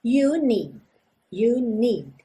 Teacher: Percebe como esse D final, need, quase não aparece.